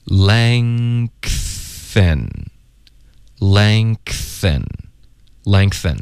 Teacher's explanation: SS 的音呢，也会导致一些爆破音，一个 T 的爆破，这里呢一个 N 后鼻音连到 TH 或者别的摩擦音呢，就会爆一个 K 的音出来 lengthen，别的字也有，比如 strengthen、strengthen 也是这样的、所以这个很常见，然后音标里不会这么标的，可是因为它是一个副作用的发音才会爆出来的、对，可是那些就音标就不会考虑到这些点哦、原来你看看，哎，这就是出现了这个实际生活中和这个书本上标的不一样了，对，这就算是一种添加音、我们前面有一个学生提的就 really 跟 all 之间要添加哪一些音一样的概念，这两个字之间的 really all 有一个添加一，这里是一个字之间的添加科、它是一个字内部的两个音节之间的添加，对对对，对，就是这样的。那老师给大家读三遍吧，好，我们来学习一下、 Lengthen, lengthen,lengthen。哎，要点在于 k、后面还要加一个这个 th 音。对，重点其实就是你的后鼻音要直接连发到 th 的时候，中间会爆一个 k，所以不能发 length，不，就它一定要一口气直接连发过去 length。这个可能会有点